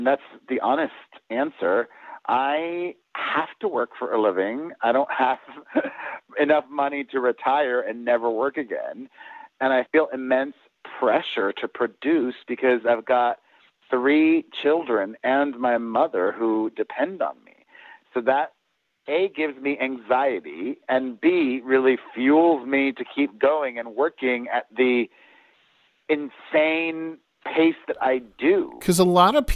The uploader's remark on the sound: Called into the Rock Line last Season.